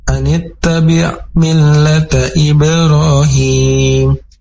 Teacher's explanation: Selanjutnya, anittabi' millata Ibrahim. Nah, ini huruf mim ini diangkat tidak boleh terlalu lama dan tidak boleh diangkat seperti idgham bi gunnah.